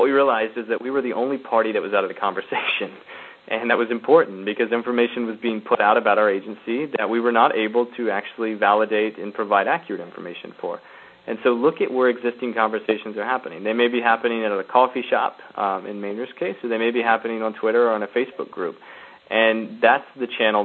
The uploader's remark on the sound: The Open Gov conference call series